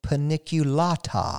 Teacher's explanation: since these are Latin sounding names, these botanical names, instead of saying an A, say an ah. So paniculata, <laughs> because the English of course, the English vocabulary has the short a sound and the sh- and the long a sound.